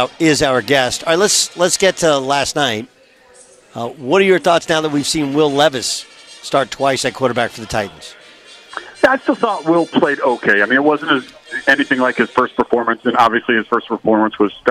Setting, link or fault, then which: setting, busy venue